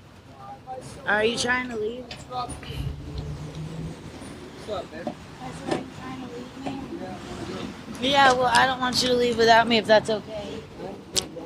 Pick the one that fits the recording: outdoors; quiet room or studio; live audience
outdoors